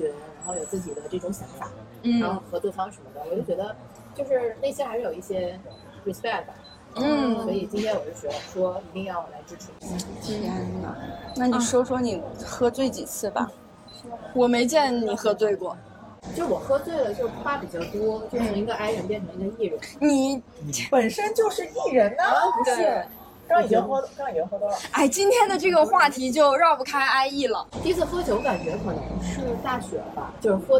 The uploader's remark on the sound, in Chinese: 理想酒会活动现场实录。终于在2023/07/29实现了邀请朋友们线下喝酒的理想。北京大小咖啡麦子店。